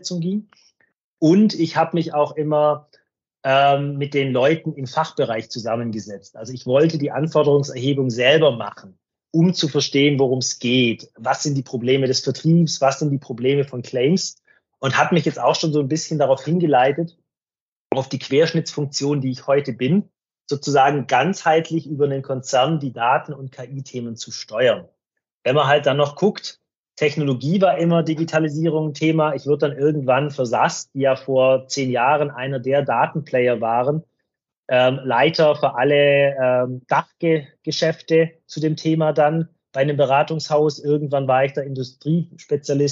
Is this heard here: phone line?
no